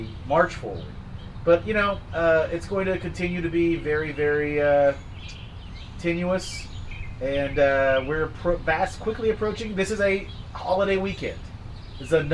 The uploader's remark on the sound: It’s another patio episode as we continue to stay socially distant so we apologize for the audio!